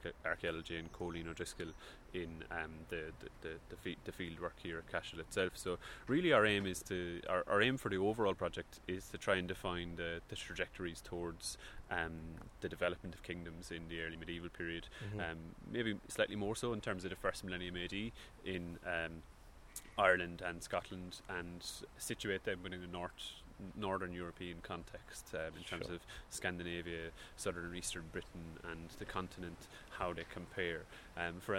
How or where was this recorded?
outdoors